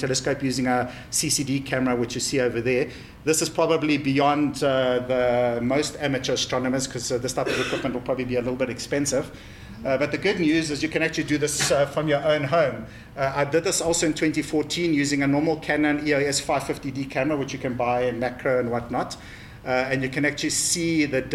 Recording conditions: live audience